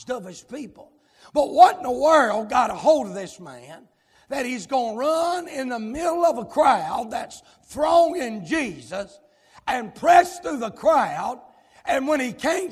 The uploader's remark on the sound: live, from Landrum Independent Baptist Church.